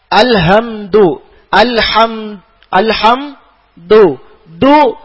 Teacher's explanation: ദാലിന് ശേഷം വാവിനെ ചെറിയൊരു നീട്ടത്തിന്റെ വാവിനെ മദ്ദിന്റെ വാവിനെ കൊണ്ടുവരിക